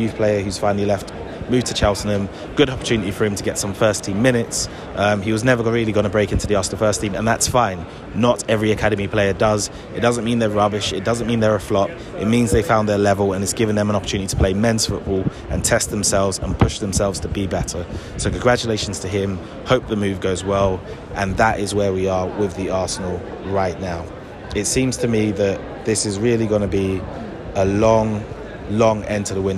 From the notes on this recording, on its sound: This was recorded slap bang in the middle of London and so you will hear all of the hustle and bustle of a London that is back from the dead.